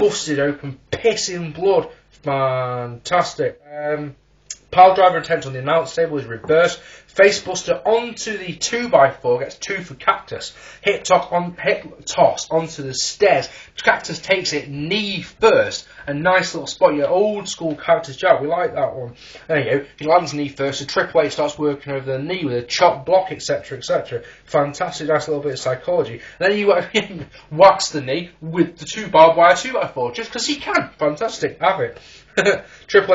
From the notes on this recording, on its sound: Originally recorded in January 2010, so the audio quality isn't brilliant.